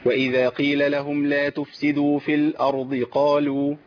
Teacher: نحقق ظهور الهمزه في الارض، اللام ظهور اللام وتسكينها